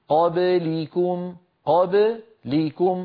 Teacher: فيبدأ الخفض للفك عند اللام لا عند الباء